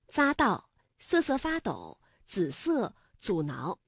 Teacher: 紫金山的紫是平舌音姿加上韵母一，读音呢为三声